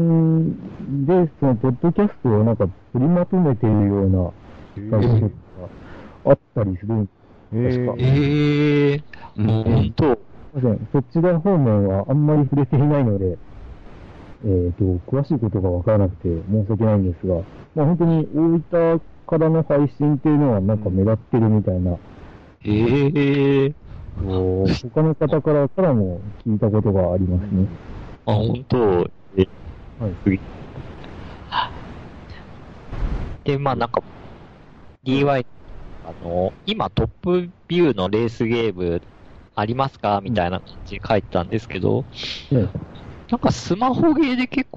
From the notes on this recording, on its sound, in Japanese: Skypeの不調や録音機材の不調で今回の音質は良くありません。